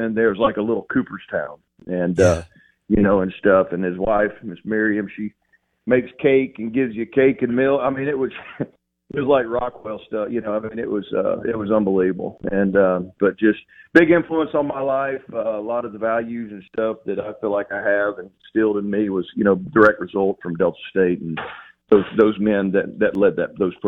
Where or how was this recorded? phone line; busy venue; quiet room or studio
phone line